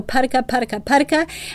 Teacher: And we use that because we want to pair consonants at the different, with a vowel at varying places in the mouth. So you start with the consonants that are made toward the front of your mouth with a P, and then you move to mid-mouth with a T, and then the back of your mouth with a K · Term: diadochokinetic rate